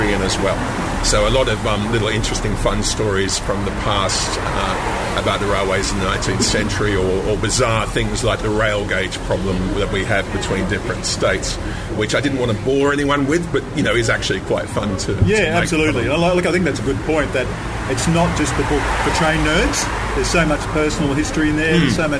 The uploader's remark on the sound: Outside a Rokeby Road cafe.